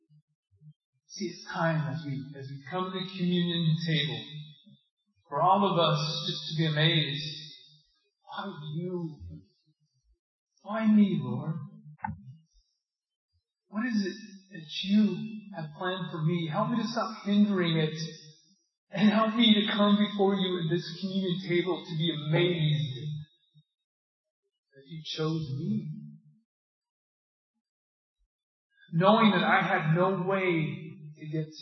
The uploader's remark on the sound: This sermon has technical difficulties with the audio quality.